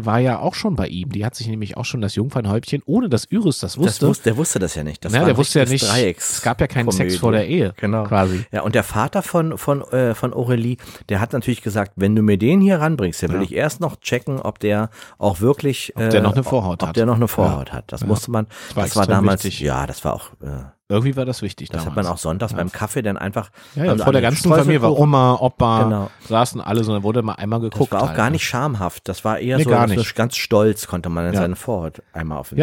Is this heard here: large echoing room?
no